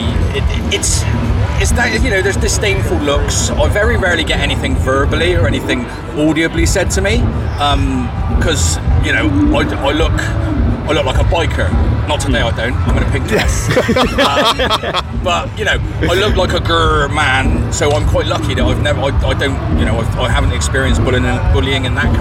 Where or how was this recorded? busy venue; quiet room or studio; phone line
busy venue